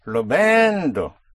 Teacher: That push is important. Again, that down push on the syllable before last is a signal to Spanish ears that you're in the present tense